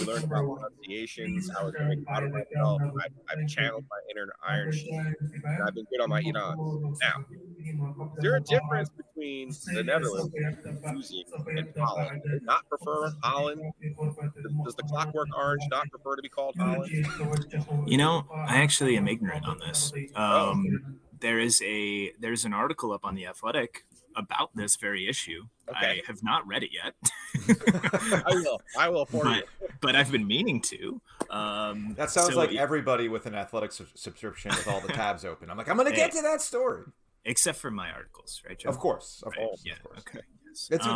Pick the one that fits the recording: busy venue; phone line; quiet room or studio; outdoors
busy venue